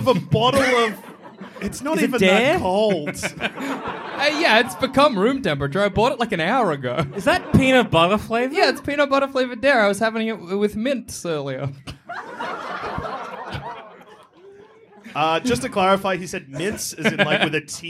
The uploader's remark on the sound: Recorded in 2020 at The Comedy Republic